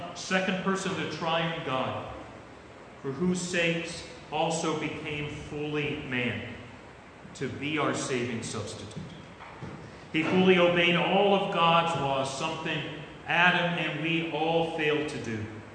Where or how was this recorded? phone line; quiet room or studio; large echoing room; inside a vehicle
large echoing room